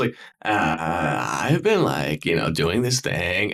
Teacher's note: it's like this little weird thing where you elongate the last syllable and kind of like draw it out. It sounds kind of gravelly. · Term: vocal fry